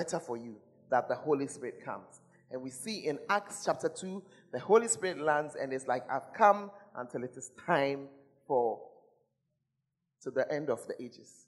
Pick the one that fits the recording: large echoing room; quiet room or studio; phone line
large echoing room